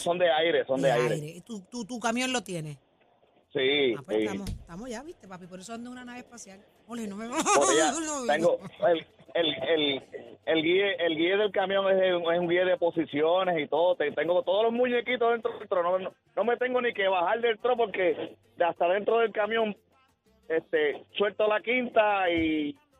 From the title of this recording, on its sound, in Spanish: Recibimos las llamadas del público